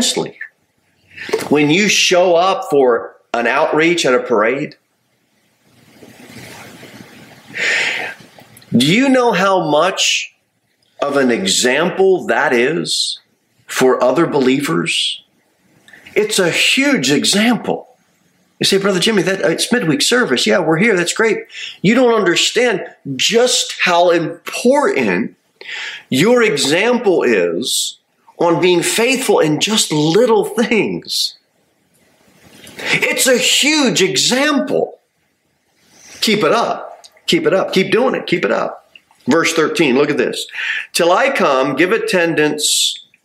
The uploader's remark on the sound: Sermon delivered at Pilgrim Baptist Church. Jere Whitson Rd. Pilgrim Baptist Church is a bible-believing, independent Baptist church.